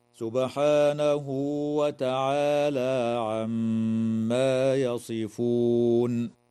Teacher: تقلقل الباء في كلمة سبحانه وتغن الميم في كلمة عما، وتنتهي الآية اتفاقا عند كلمة يصفون، والوقف عليها من قبيل الوقف التام.